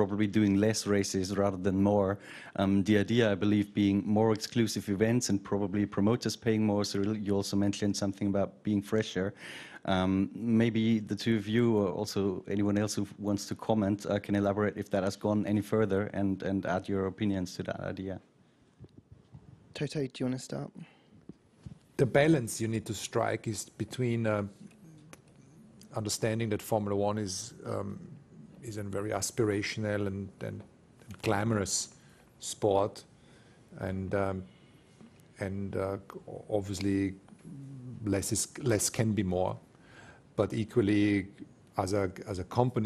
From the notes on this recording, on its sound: Baku Friday Team Principals Press Conference